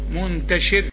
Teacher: والراء هنا حنرقق عند الوقف